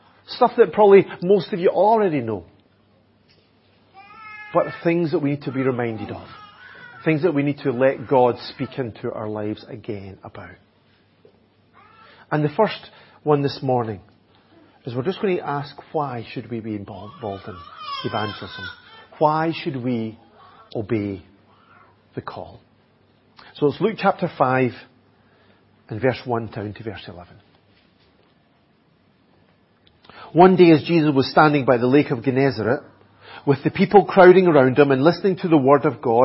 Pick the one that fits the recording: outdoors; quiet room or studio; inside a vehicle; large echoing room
large echoing room